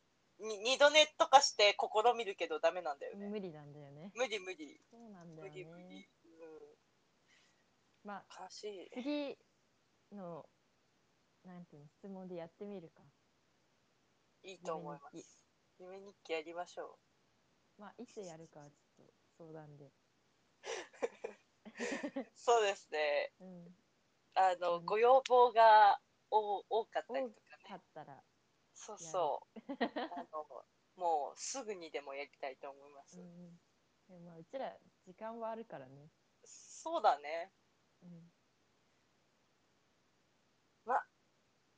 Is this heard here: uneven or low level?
yes